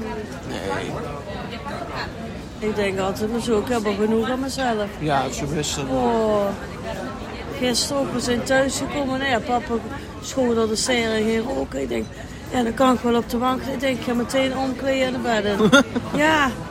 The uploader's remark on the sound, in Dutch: In deze speciale opname horen jullie een simpel gesprekje tussen mijn moeder en mij, op het terras in Eindhoven. Omgeven door mooie gesprekken en stadse geluiden.